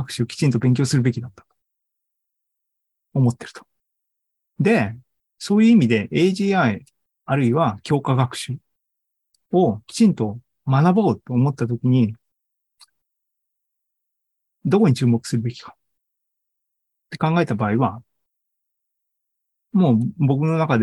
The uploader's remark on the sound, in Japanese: ２０２３年６月２４日に開催した ZOOMライブの模様です。